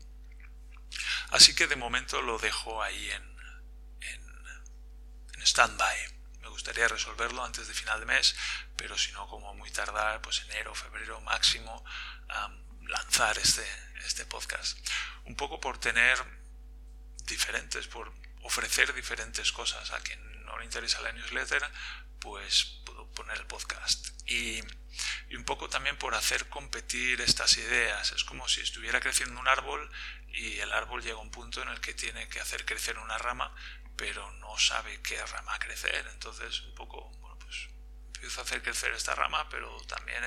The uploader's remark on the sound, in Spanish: Lo siento por la calidad de la voz de este episodio que, por algún motivo, se ha grabado fatal.